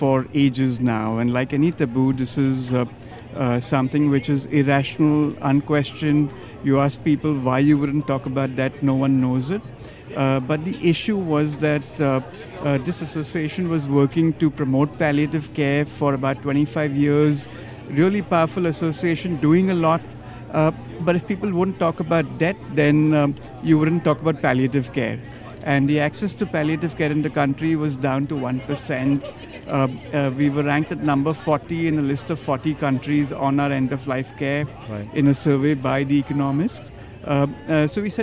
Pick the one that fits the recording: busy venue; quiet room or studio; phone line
busy venue